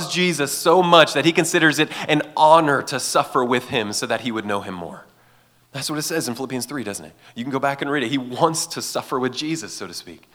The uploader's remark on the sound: gave this message at Fall Conference 2023